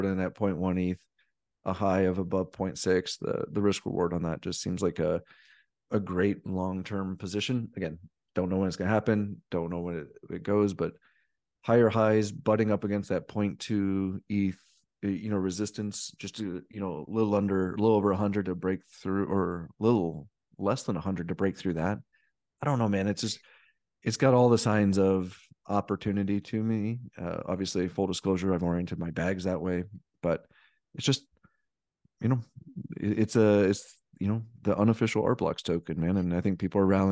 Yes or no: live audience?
no